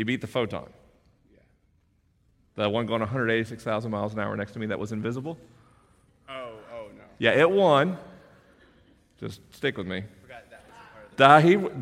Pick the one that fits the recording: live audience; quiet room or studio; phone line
live audience